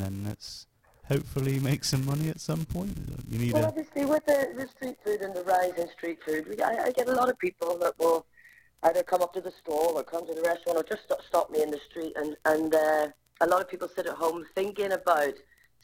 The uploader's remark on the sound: Apologies on the audio quality, our computer messed up